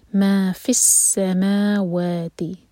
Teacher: ما اور و دونوں لائٹ ہیں اور دونوں دو دو حرکہ، اس کو لمبا چھوٹا نہ ہونے دیں.